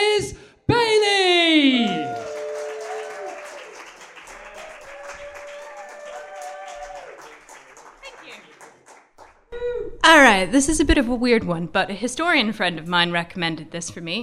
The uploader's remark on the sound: The third of three live recordings from our Tragic History live event which took place at the Hackney Attic on the 16th May 2014.